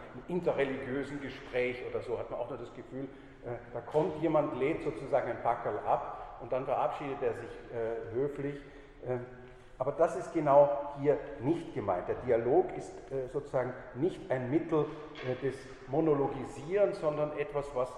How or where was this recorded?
large echoing room